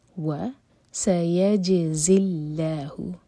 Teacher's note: جیم پر قلقلہ، سیج اور اس کے بعد زا پر بزنگ ساؤنڈ، اور اللہ تعالیٰ کے نام میں جو لام ہے وہ لائٹ ہوگا، کیونکہ اللہ تعالیٰ کے نام سے پہلے جو ورڈ ہے اس کے لاسٹ لیٹر پر کسرہ ہے، زا کے نیچے کسرہ ہے، اس کو لام سے جوڑ رہے ہیں ہم.